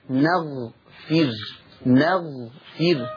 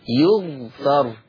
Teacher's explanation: حفص يقرأ نغفر بفتح النون وسكون الغين وكسر الفاء، أما ورش يقرأ يغفر بضم الياء وسكون الغين وفتح الفاء